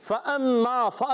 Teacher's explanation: اوپر کے دانتوں کے کنارے اور نچلے ہونٹ کے تر حصے سے